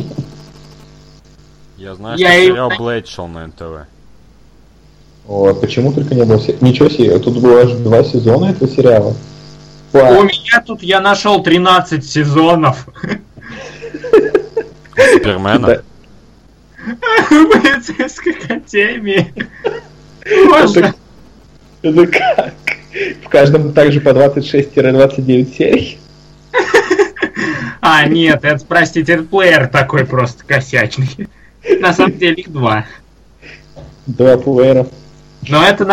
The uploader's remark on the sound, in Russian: Записанный в не очень высоком качестве.